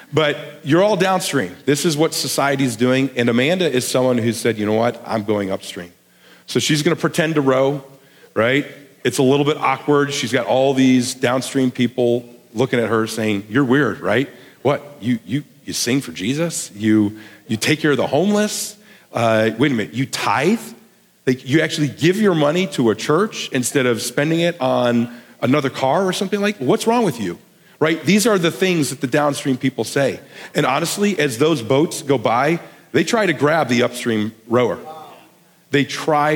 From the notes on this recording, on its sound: a sermon he delivered at The Garden Church in Bakersfield, CA